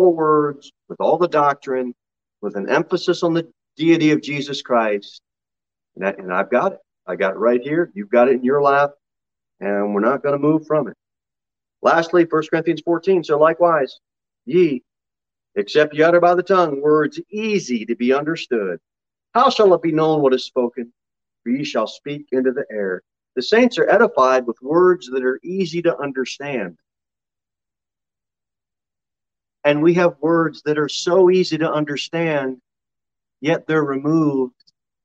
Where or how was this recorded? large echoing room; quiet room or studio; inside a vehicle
large echoing room